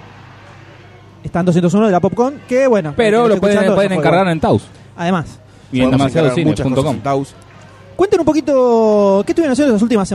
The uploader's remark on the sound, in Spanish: Segundo episodio grabado IN THE FLESH, en vivo en la PopCon 2014! Grabamos algunas cosas tan pero tan grossas en este último día de la PopCon. En este episodio van a escuchar el inicio del día domingo… y el final.